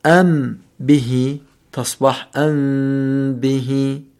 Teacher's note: الميم الساكنة عند الباء تغن بحركتين · Term: غنة